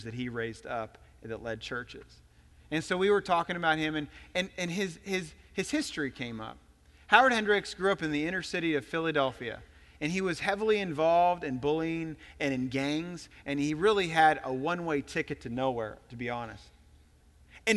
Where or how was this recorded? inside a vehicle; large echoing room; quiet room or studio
large echoing room